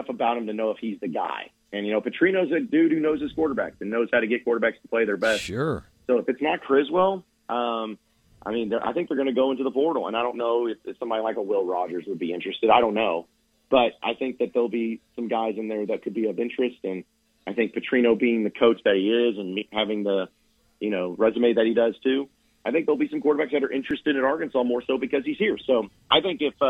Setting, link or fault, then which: link, phone line